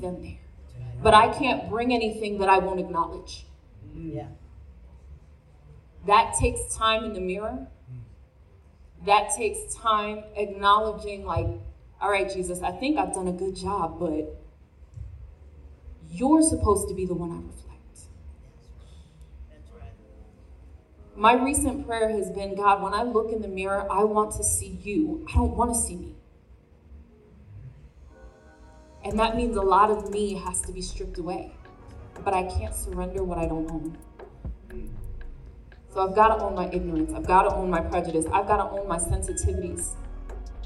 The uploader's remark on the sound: spoke at NOW Conference during a group conversation on stage